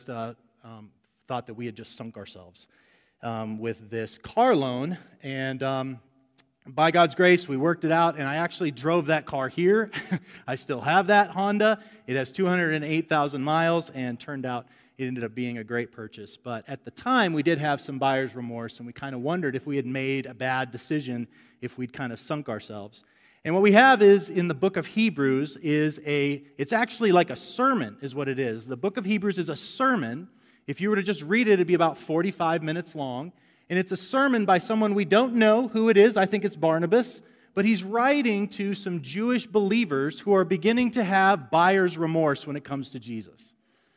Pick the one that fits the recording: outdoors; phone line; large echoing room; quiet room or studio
large echoing room